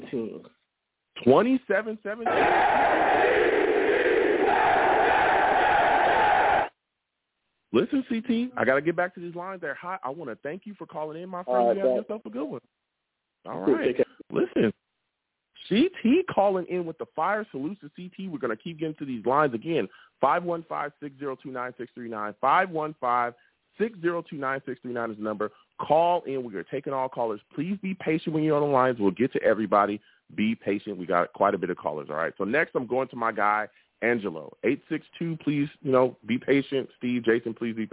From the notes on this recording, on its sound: I also take live callers as well!